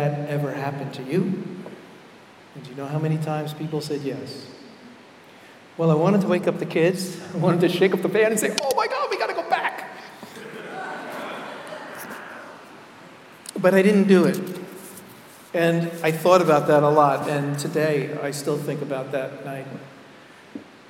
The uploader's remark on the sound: Keynote Address at MLP Conference, Rochester, NY